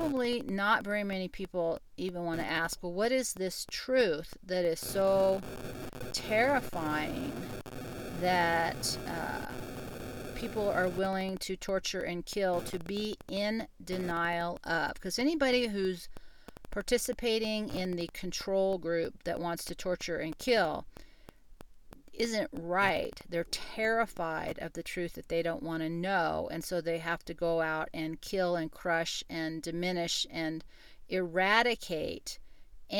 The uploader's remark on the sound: WOW, I just was sent a message that the audio is a nightmare, and yes - it is. I don’t think I can clean it up and everything I own right now is giving me audio feedback.